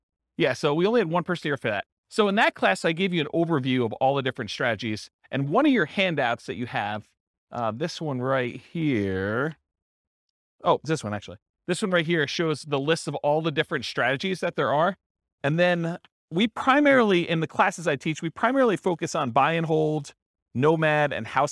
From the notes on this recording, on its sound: This was a live class recorded